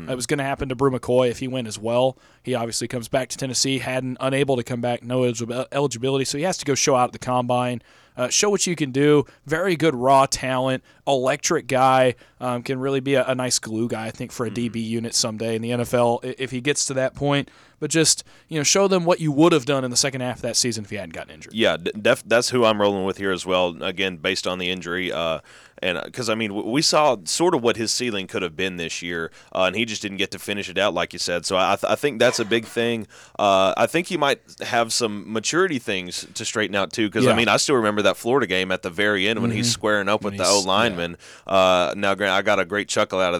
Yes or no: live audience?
no